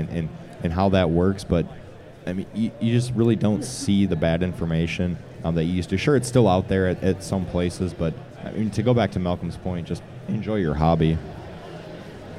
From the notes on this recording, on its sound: Live at HBC. Recorded live on the floor of Homebrew Con 18.